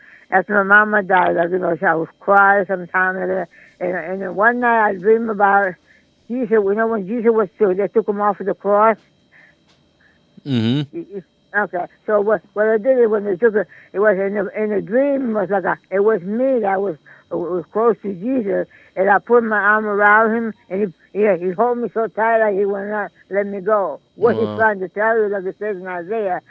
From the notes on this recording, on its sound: Stick around after the outro music to hear my phone conversation